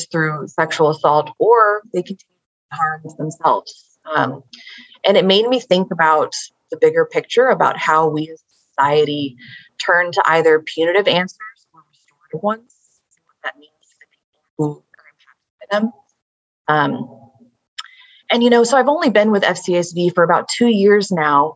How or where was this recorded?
video call